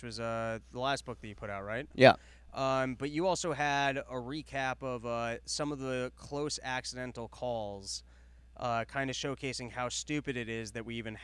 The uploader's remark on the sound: Live from Austin Texas. It's a live porch tour from Austin Texas.